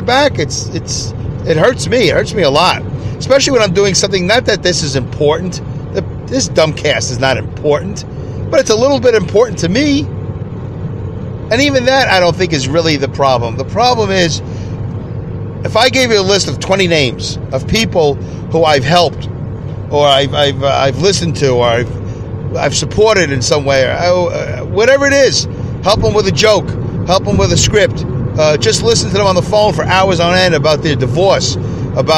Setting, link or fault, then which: setting, inside a vehicle